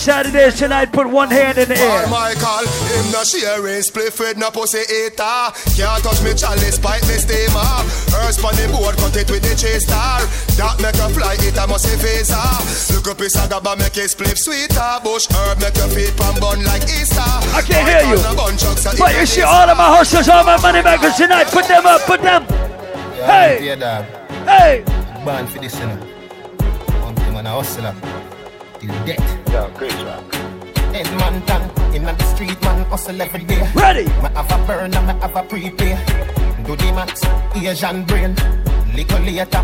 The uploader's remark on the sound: LIVE AT ISLAND SATURDAYS ON OCT. 1ST